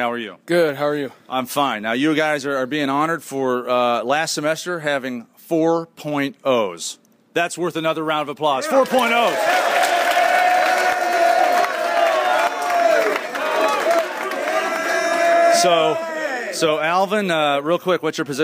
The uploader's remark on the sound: Live from the University of Toledo. This show begins at the University of Toledo in front of a live audience.